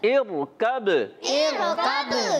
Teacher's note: اچھا، یہ را ساکن سے پہلے زیر آ رہی ہے، اب دیکھا جائے تو را کو باریک ہونا چاہیے، مگر یہ را باریک نہیں ہوگی، یہ را پر ہو جائے گی۔